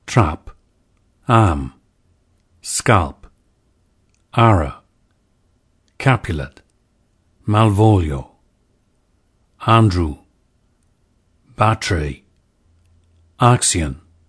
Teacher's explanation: Crystal suggests a more open front vowel than today's a, similar to the a vowel we hear in the dialects of Northern England. · Term: trap lexical set